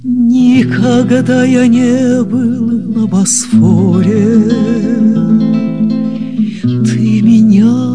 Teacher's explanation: Вот, на мой взгляд, он очень необычный. Он очень женский, такой бархатный, с придыханием, как будто вот воздуха не хватает